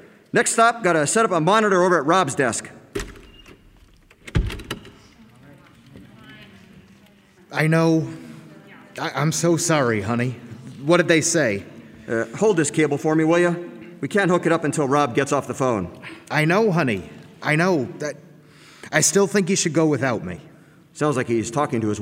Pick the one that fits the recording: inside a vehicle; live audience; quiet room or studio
live audience